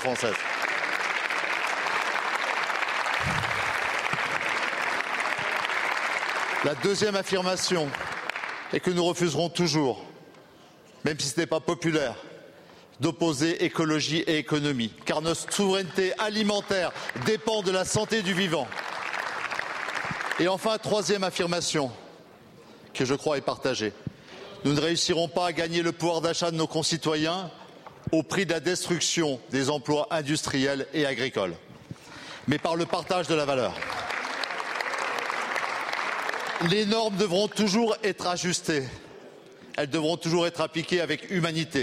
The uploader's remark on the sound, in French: Malgré ce moment de deuil, le ton de la séance est virulent, sous les cris des oppositions, qui donnent de la voix dans l'hémicycle pour défendre la cause des agriculteurs.